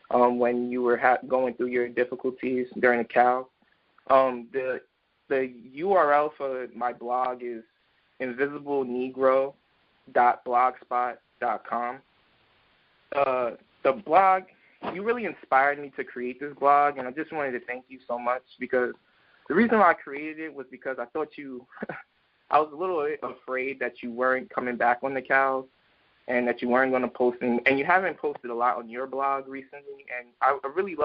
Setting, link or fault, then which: link, phone line